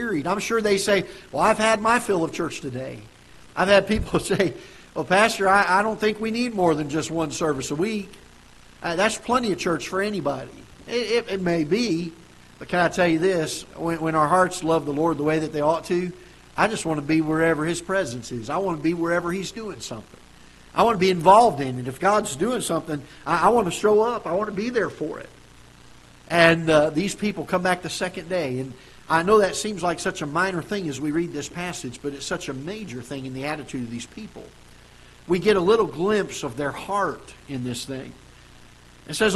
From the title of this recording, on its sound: Ketha Heights Baptist Church ~ Live Broadcast